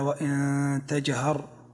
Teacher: النون ساكنة جاء بعد حرف التاء، والتاء من حروف الإخفاء